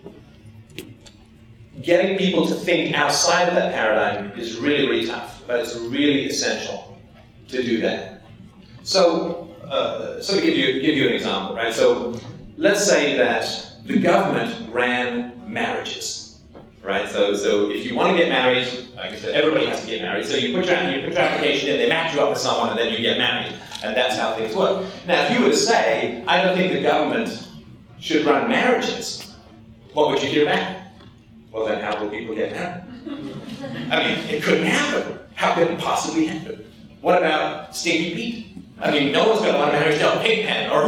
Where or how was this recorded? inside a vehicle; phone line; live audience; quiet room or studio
live audience